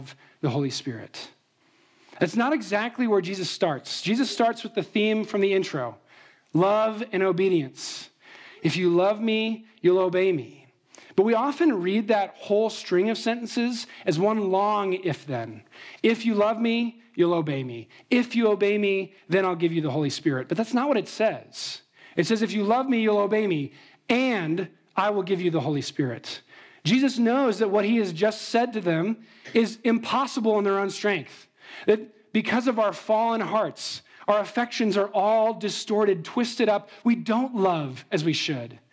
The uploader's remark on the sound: Trinity Anglican Church • Littleton, Colorado